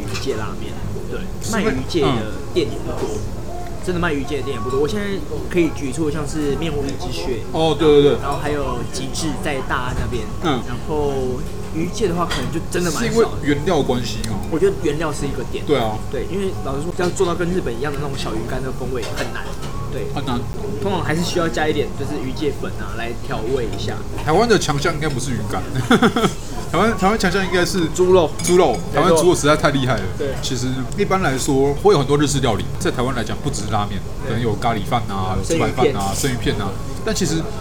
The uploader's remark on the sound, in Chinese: 本集白噪音指數：柔風級 3/5。錄音地點：小川拉麵台灣分店。